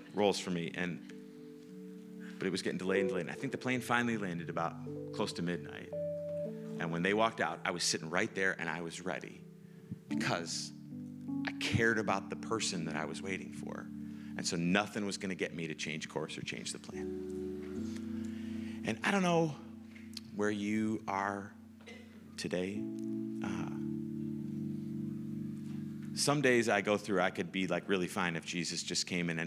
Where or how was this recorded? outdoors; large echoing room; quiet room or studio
large echoing room